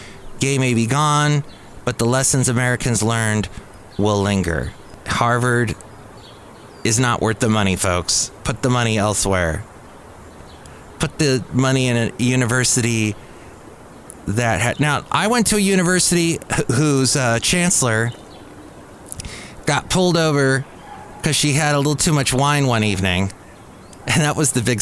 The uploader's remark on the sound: podcasts live from Café Anyway